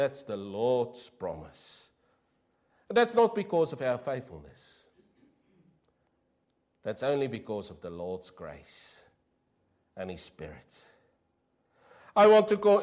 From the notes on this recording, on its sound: Preached 06/08/23 PM service